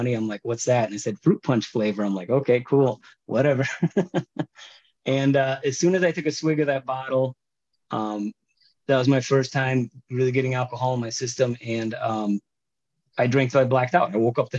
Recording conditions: video call